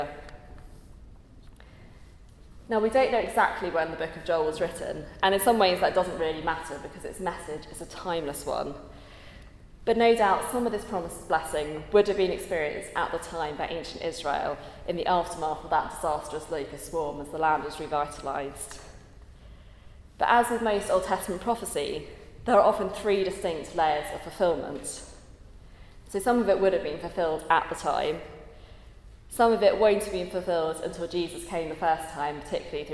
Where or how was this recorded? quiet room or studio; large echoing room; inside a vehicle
large echoing room